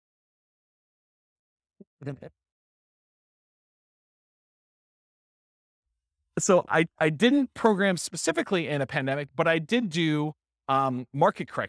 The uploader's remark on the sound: This was a live class recorded to give investors a solid overview of the house hacking real estate investing strategy.